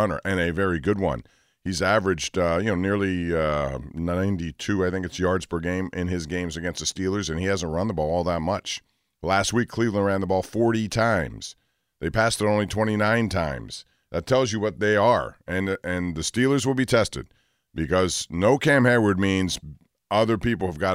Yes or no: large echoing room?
no